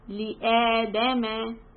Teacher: stretch the hamza 2 counts and then raise your voice on dal